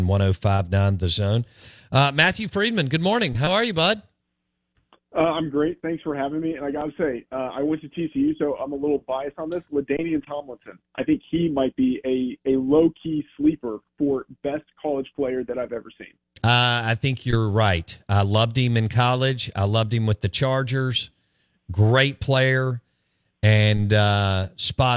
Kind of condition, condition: link, phone line